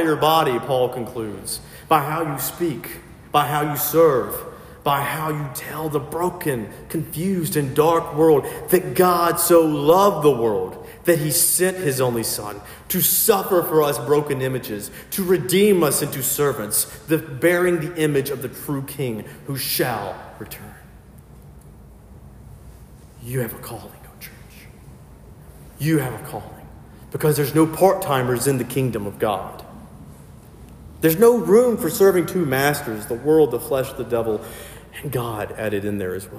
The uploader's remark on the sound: filled in at a local sister parish and preached